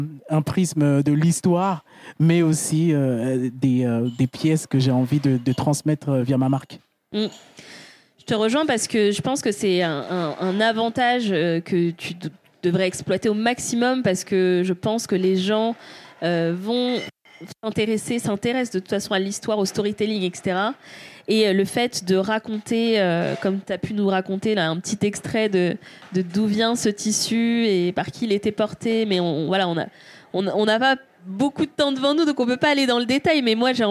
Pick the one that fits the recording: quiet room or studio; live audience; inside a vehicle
live audience